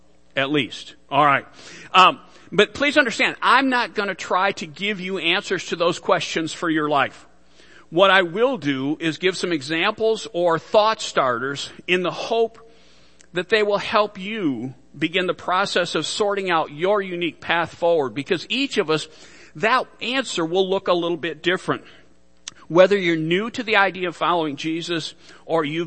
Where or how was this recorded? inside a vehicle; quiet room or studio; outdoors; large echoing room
large echoing room